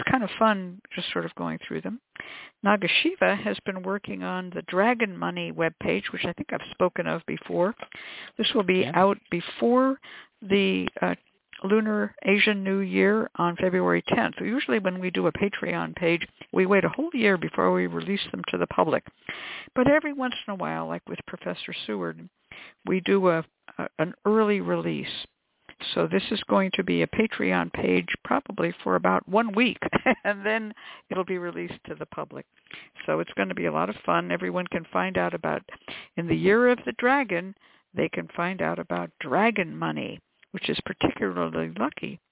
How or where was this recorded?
phone line